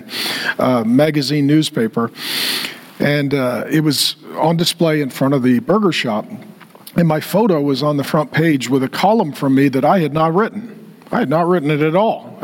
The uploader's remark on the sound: In this throwback talk from 2022. Gave a lecture at TheosU.